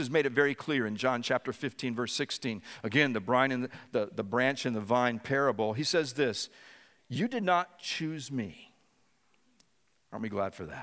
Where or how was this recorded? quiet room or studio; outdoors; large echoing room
large echoing room